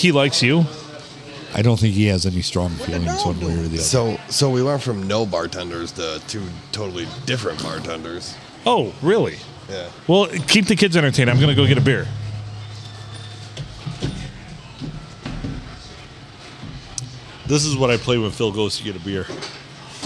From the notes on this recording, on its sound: We record on a Sunday night at the Stumble Inn.